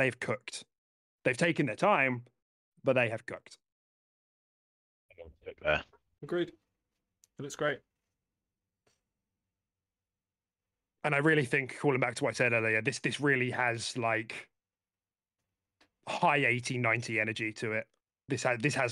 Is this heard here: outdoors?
no